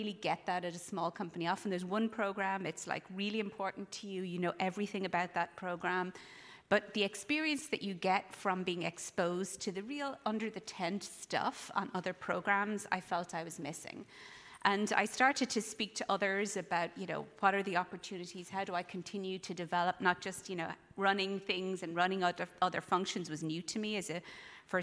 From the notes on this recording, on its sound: In this session recorded at CMO Summit 2022